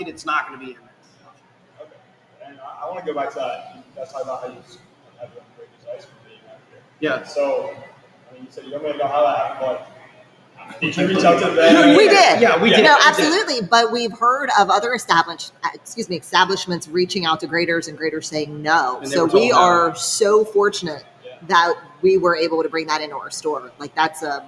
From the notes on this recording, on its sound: travel on-site to Holston's Baking Co.